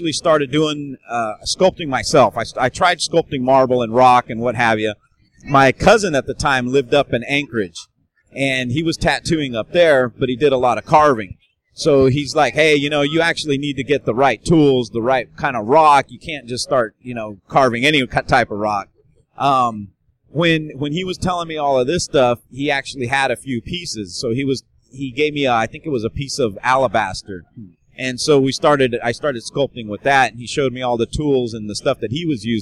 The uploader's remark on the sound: joins me from Musink Tattoo festival